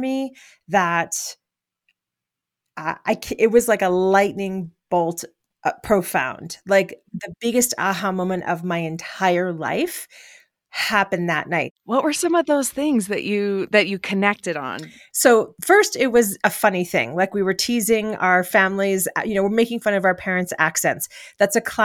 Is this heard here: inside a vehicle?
no